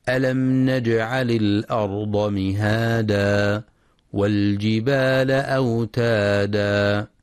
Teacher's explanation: ينتبه القارئ لترقيق الهمزة في كلمة الأرض وعدم تفخيمها، فلا يقرأ الأرض بتفخيم الهمزة.